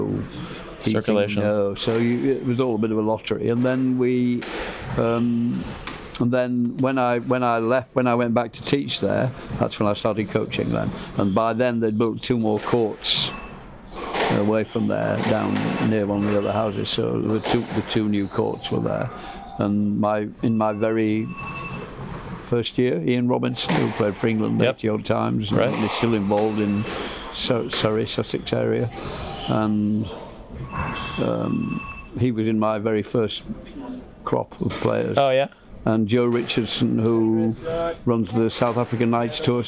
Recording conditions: busy venue